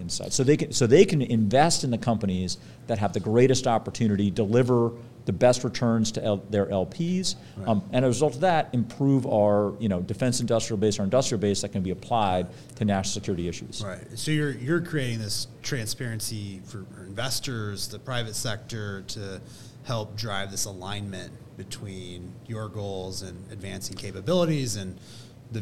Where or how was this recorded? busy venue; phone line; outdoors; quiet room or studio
busy venue